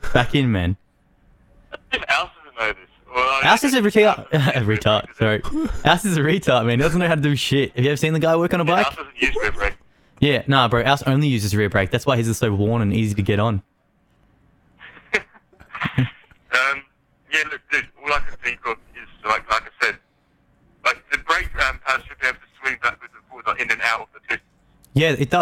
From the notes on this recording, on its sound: An excerpt clip of the phone call to our Captain, pilot of the HMAS ZX7R.